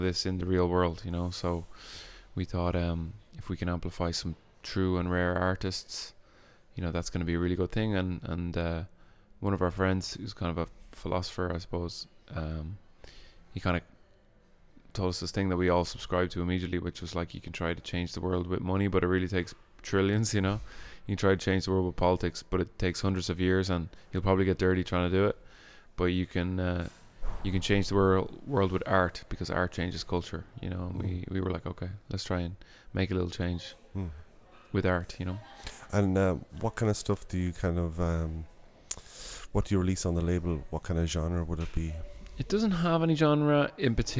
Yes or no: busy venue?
yes